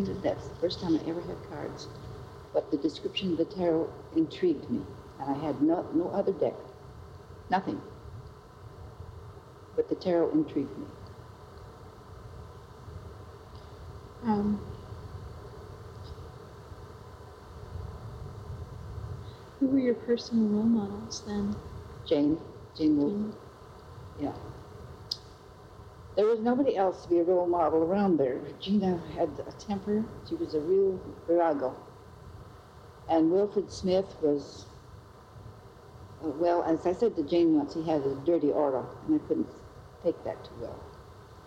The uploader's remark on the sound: Due to the age of the tapes used for recording. Does have some noise issues.